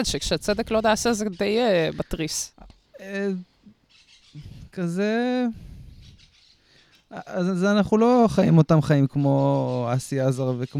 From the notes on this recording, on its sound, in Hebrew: לכבוד המאורע, הפרק הוקלט בחוץ.